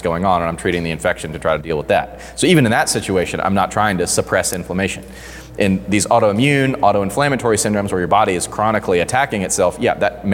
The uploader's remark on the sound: This was recorded January 5th, 2020 at Hybrid Performance Gym in Miami, Florida.